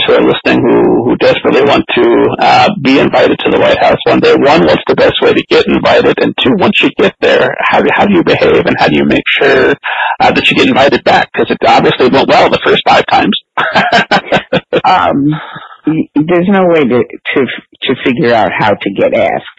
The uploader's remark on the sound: Unfortunately, large parts of our talk were lost due to technical difficulties. We conducted this interview by phone out of necessity, which is why there's no video, and I used new recording software for the first and last time.